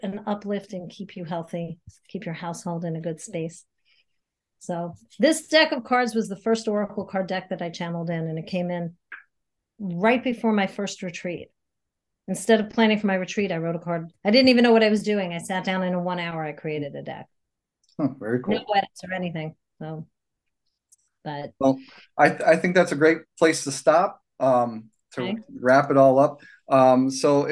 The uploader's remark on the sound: Hop on Zoom. Recorded at Pea Munny Studios.